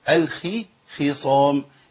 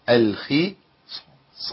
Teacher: الخاء مكسوره يعني في ادنى مراتب التفخيم يعني ضعيفه